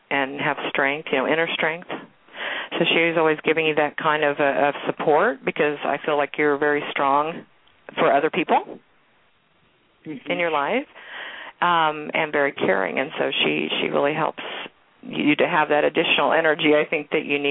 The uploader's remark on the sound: open the phones for additional live fan questions